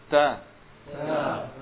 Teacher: Ta punya sifat hams, tapi dia sifatnya istifal, sehingga tipis pengucapannya.